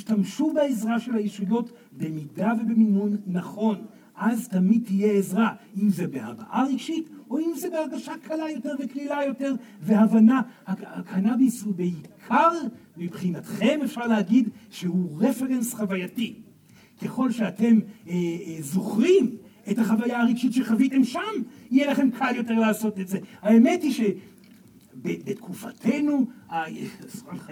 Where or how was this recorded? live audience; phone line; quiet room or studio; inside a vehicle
live audience